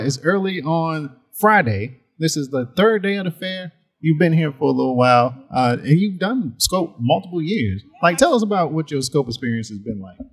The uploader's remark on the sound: A special series of episodes recorded at Miami Art Week. Miami Noize is a series of episodes records live during Miami Art Week.